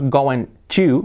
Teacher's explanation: La T la hacemos como R suave y formamos el famoso gonna.